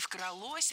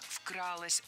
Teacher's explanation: Ударным должен быть первый слог. · Shown in: second take